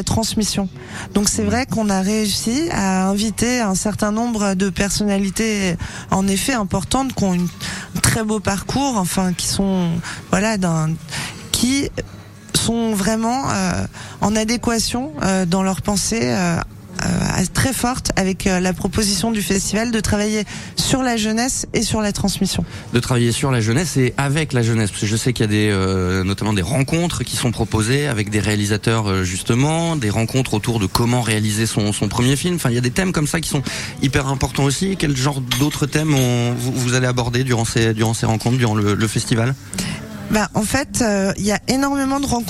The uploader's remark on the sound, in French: En direct du Festval International du Film "Nouvelles Vagues" à Biarritz